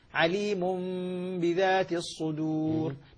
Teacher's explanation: أقول عليم بحيث تظل فيه فرجة، لا عليم بذات الصدور. نطقت ميما دون أن أكز الشفتين · Term: ميم مخفية